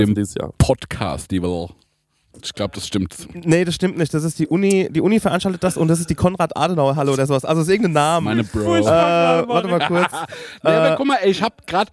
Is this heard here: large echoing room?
no